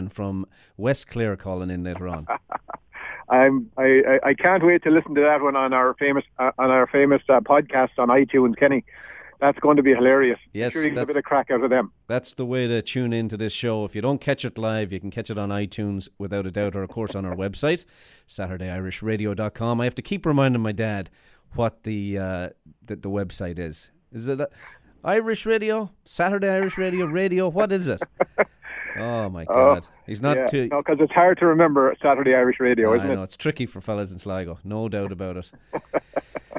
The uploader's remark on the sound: Calls in from Muskoka. In studio.